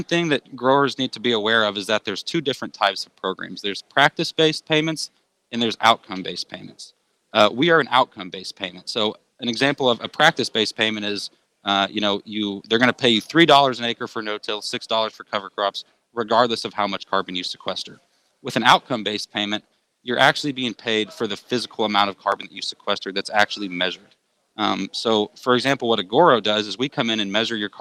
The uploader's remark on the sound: live from DTN Ag Summit in Chicago